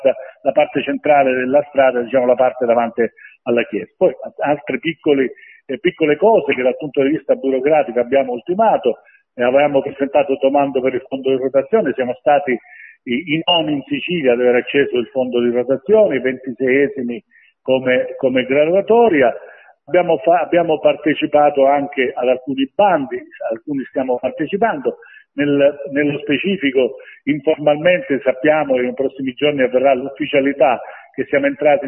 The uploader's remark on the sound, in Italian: Abbiamo chiesto tramite una nostra intervista telefonica, (realizzata nel fine settimana scorsa).